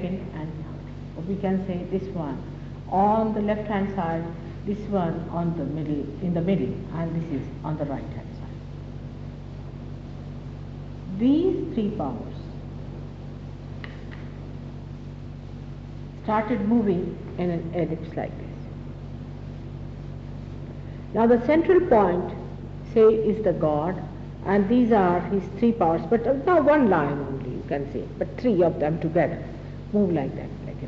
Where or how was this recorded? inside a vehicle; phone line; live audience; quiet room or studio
live audience